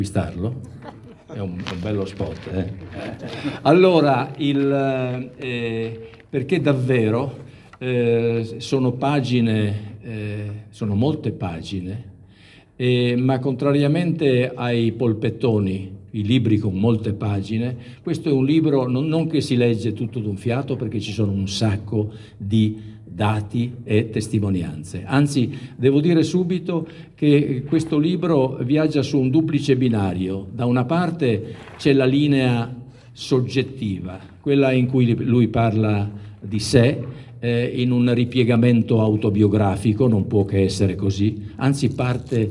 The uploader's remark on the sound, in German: Diese italienische Ausgabe der Sendung Arte Alpe Adria – momenti di cultura bringt einen Mitschnitt der Eröffnung der Kunst-Ausstellung Mittel-Art 2020 – simbiosi di colore empatico – mostra d’arte contemporanea internazionale .